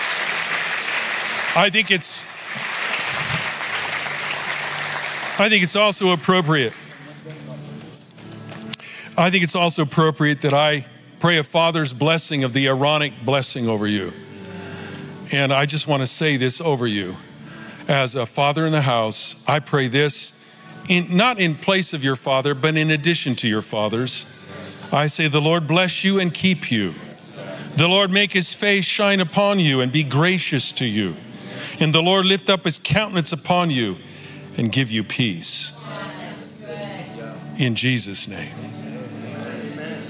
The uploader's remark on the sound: Recorded Live at Capital Church in Meridian, Idaho